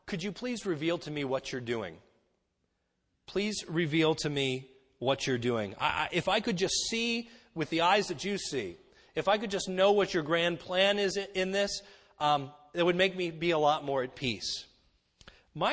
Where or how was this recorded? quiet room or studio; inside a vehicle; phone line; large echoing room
large echoing room